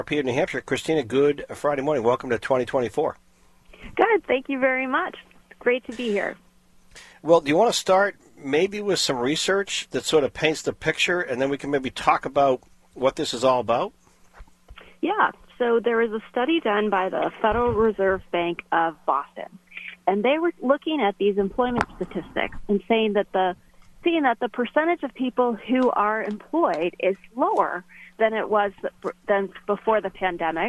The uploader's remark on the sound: all called